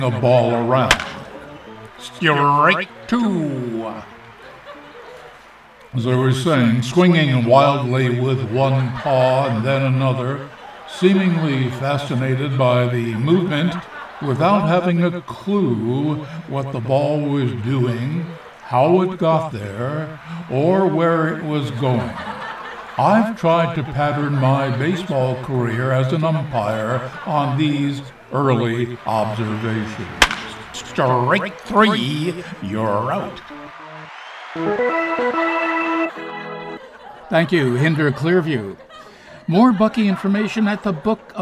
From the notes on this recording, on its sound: Live from the Stranded Theater in New York City.